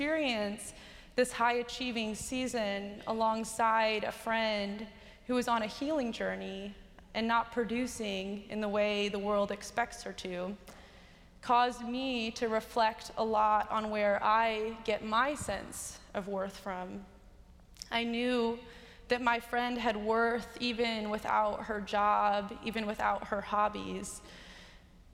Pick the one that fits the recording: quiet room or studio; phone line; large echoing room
large echoing room